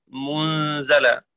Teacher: وقرأ حفص بضم الميم وفتح الزاي